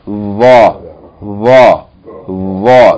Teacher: This sound of the letter that we have in front of us today is similar to the sound of the letter tha, as in this, but it's velarized. It's heavier, the tongue is curved and going up to the roof of the back of the mouth, and then it's from the same articulation point as tha.